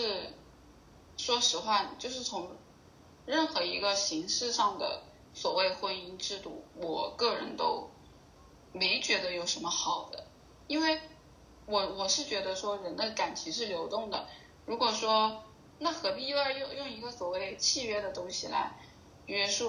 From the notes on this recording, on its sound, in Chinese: 关于节目目前收音不太好的原因。